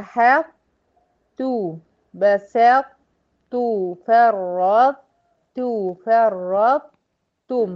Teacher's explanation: لأن الطه ما دخلتش فيها، حصل إدغام أه بس ناقص، ما دخلتش فيها بالكلية يعني، فبقت إيه أحط، أحط، هحتفظ باستعلاء الطه وانزل على ت مضمومة · Term: الإدغام ناقص